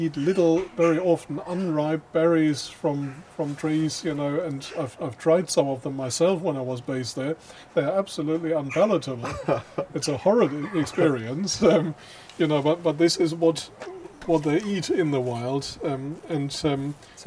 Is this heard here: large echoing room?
no